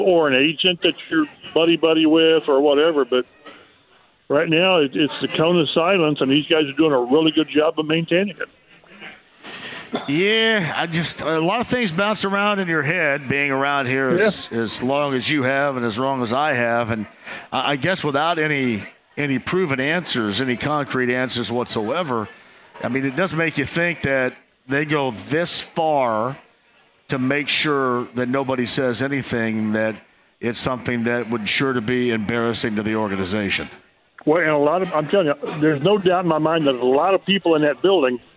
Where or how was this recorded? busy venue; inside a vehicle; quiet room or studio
busy venue